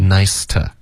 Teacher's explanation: 唯一的变化呢，就是这个 to 会弱读成 t